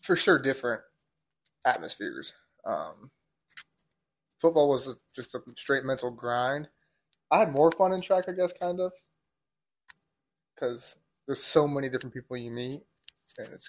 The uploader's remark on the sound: So sorry for the audio quality guys, we tried to fix but could not.